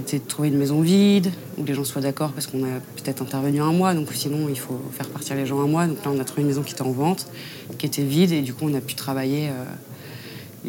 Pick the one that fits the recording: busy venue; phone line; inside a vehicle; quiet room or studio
busy venue